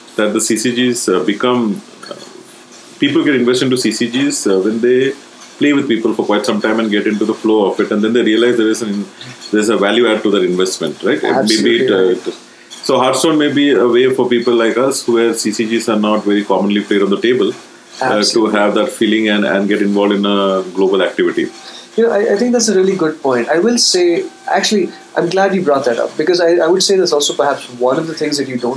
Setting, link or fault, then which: fault, background noise